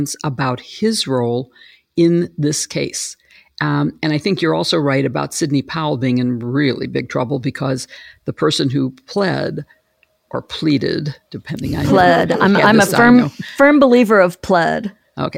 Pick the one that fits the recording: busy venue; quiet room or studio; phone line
quiet room or studio